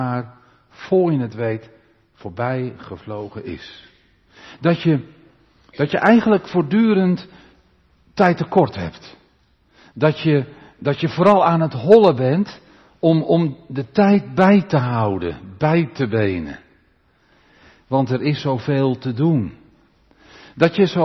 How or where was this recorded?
large echoing room